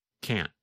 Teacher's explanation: The N sound, N, N, N, lasts longer than in the negative form. In fact, in the negative form, because the tongue and voice stop, there is almost no sound of the letter N.